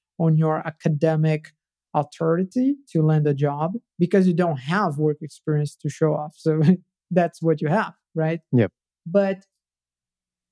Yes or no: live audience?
no